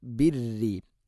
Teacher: വമാഅസിയത്തി റസൂലി വതനാജൗ ബിൽ ബിർറി എന്ന് ഓതരുത്, ബിർറി. റാഇന് ശദ്ദുണ്ടെങ്കിലും തർഖീഖ് ചെയ്യണം